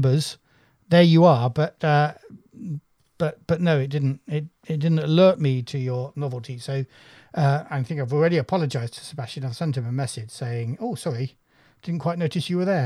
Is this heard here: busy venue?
no